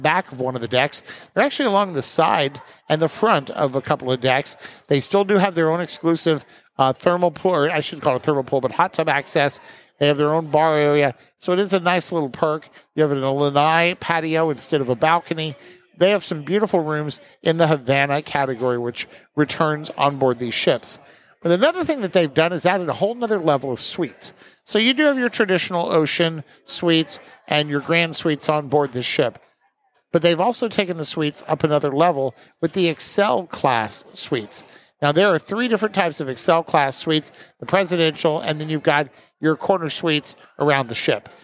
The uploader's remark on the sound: Recorded live onboard the maiden voyage of Carnival Jubilee